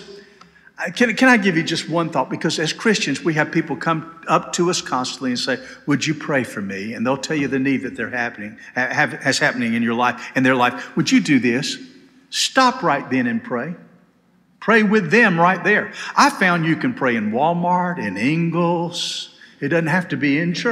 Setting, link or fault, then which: setting, large echoing room